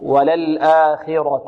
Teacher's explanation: إذن الخاء في أقل مراتب التفخيم، وللآخرة، والراء بعد مفخمة، وللآخرة.